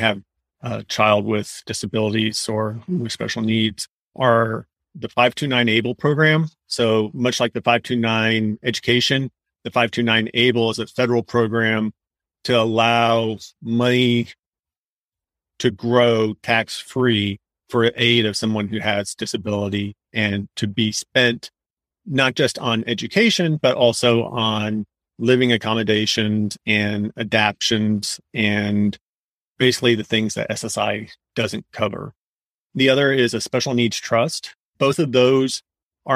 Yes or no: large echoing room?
no